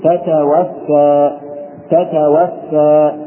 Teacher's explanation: قد يصدق وينطق بما تاء واحدة ولكن يجب توضيحهما